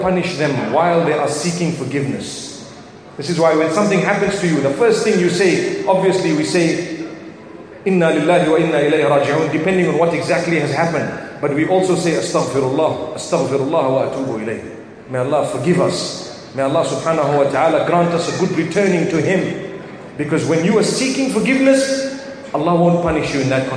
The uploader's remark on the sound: From the Light Upon Light Conference in Birmingham